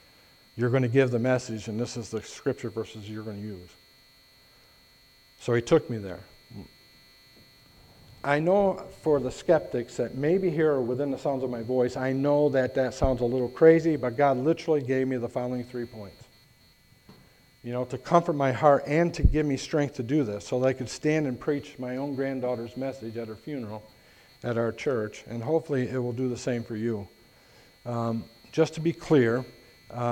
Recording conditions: large echoing room